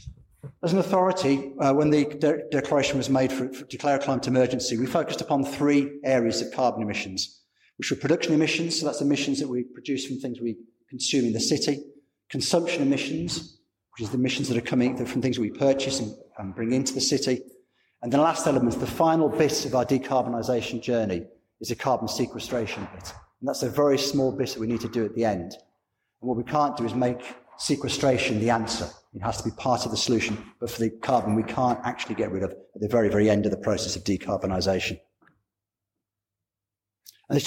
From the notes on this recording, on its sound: Recorded with permission at a public event at The Guildhall, Hull, on Monday 9th March 2020.